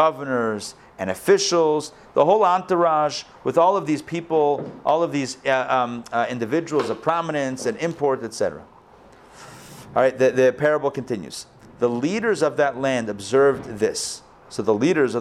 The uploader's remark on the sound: Recorded live at the Intown Jewish Academy on August 29, 2021